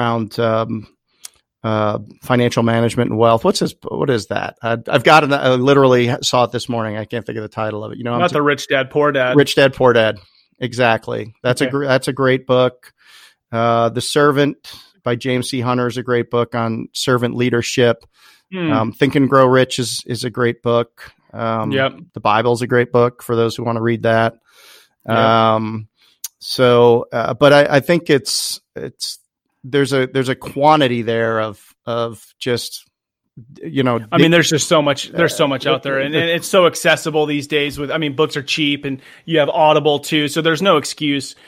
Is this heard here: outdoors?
no